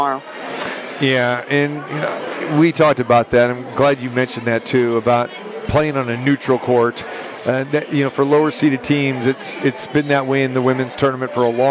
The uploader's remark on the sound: Live From the Super Book. March Madness ambience and crazy finishes in the opening round of the NCAA Tournament. At the Westgate Las Vegas.